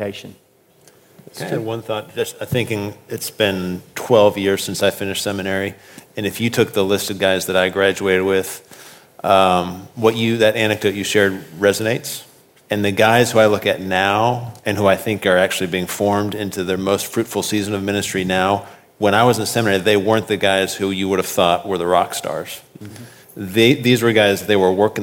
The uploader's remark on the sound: at the Southern Baptist Convention Pre-Conference in Dallas, Texas, on June 9, 2018.